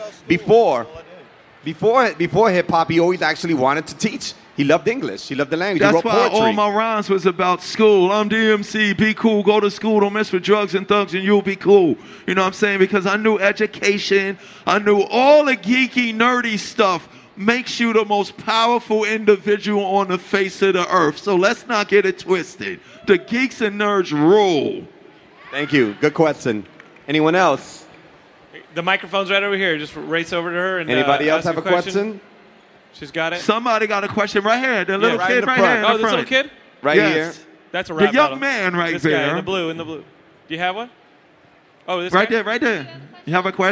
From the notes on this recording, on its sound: Another panel conversation from Stan Lee's Comikaze Expo 2015!